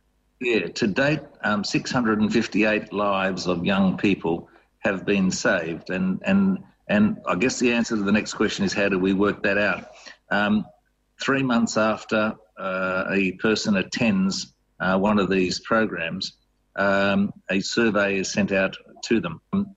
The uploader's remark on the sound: Enjoy this interview, by Zoom.